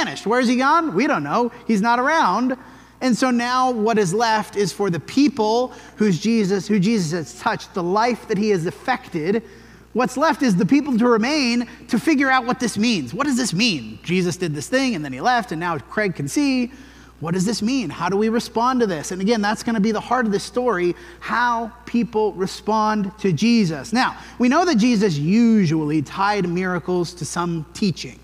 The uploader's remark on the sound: This sermon was preached at the Dewey Church of Christ on December 17, 2023.